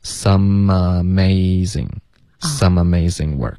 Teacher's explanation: 然后 some 跟 amazing 要连读